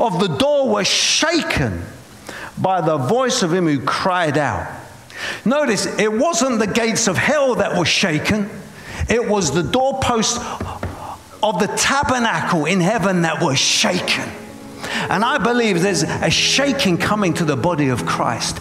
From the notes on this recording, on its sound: preaching at a Church in Boston